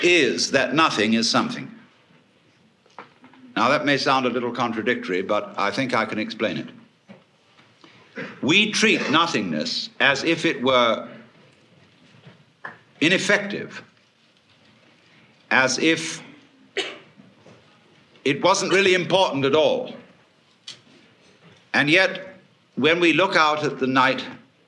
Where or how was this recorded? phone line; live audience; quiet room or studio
live audience